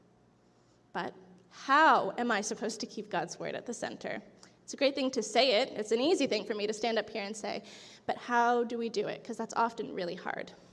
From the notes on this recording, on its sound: This audio was taken from the July 16, 2023 worship service at FBC Charlottetown